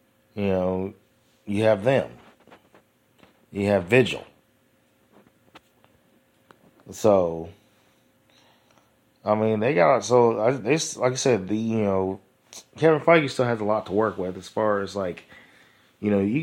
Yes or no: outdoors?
no